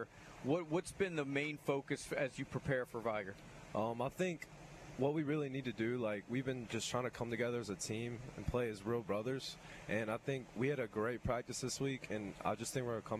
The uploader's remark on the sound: LIVE at Faith Academy!